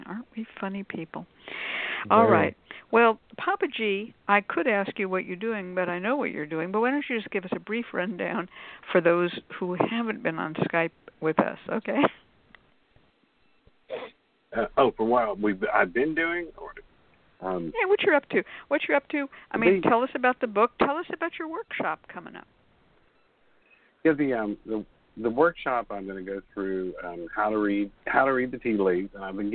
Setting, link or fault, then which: link, phone line